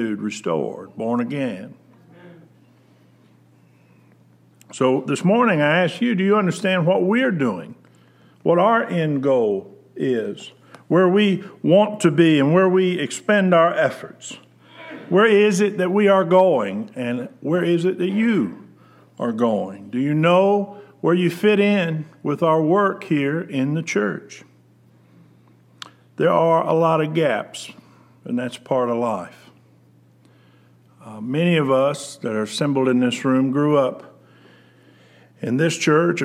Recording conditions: large echoing room